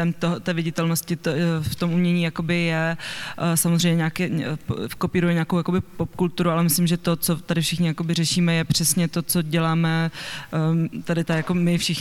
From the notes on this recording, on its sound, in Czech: Tento díl podcastu Kolaps se nahrával živě na festivalu audiovizuálního umění a alternativní elektronické hudby Lunchmeat v korzu Národní Galerie v Praze.